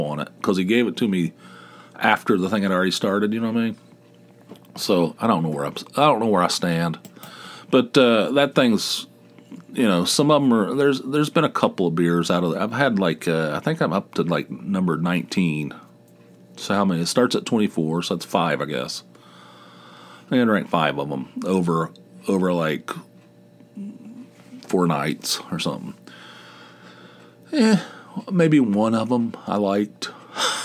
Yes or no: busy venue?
no